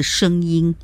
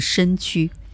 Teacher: 声音的声字是读后鼻音的，生命的声字也是同音的哈。那么身体的身才是前鼻音的